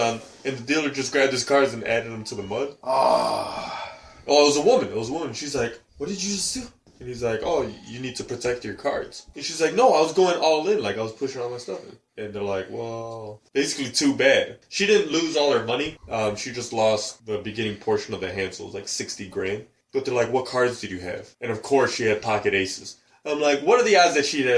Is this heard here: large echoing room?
no